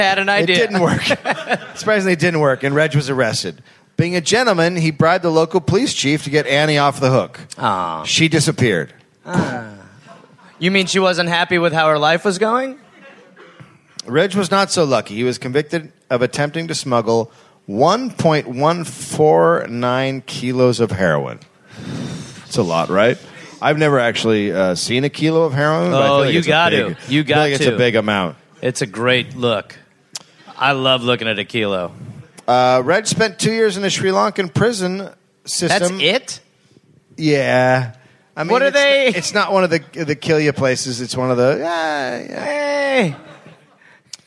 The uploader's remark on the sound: recorded live in Perth